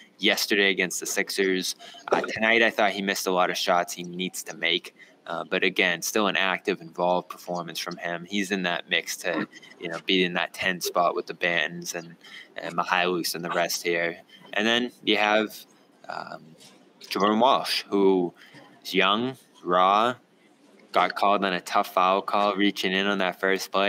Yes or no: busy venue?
yes